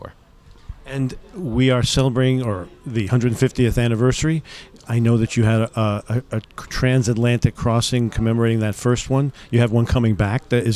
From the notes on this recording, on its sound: at this year’s Seatrade Global Conference